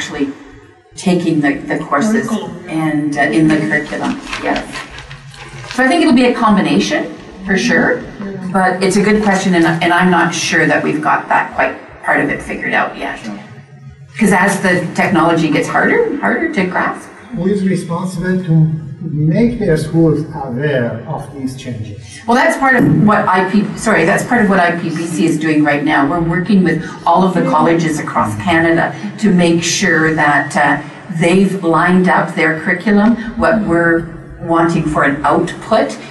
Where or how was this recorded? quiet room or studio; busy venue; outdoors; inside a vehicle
busy venue